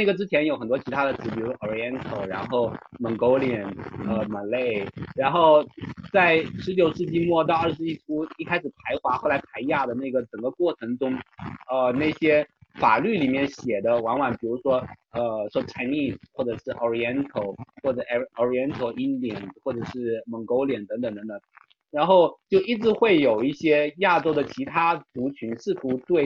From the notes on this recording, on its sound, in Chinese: 音质依然抱歉